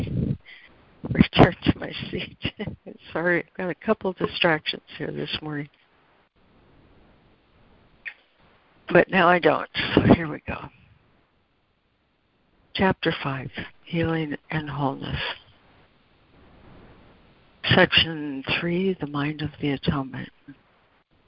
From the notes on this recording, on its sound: ACIM Daily Conference Call